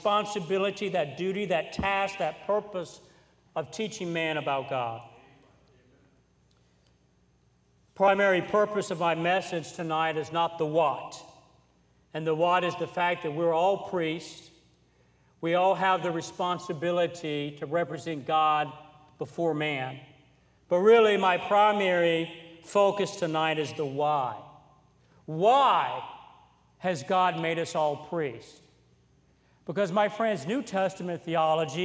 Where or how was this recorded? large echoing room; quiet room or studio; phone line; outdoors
large echoing room